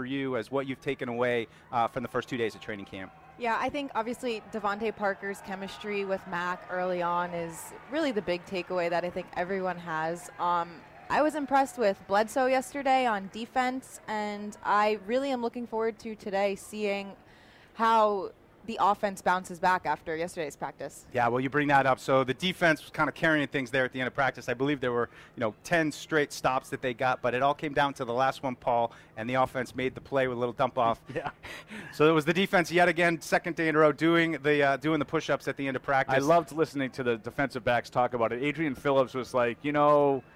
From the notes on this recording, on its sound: Live Show. We were live for Day 3 of Patriots Training Camp.